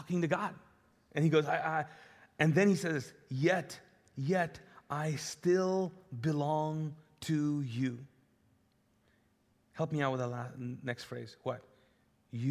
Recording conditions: large echoing room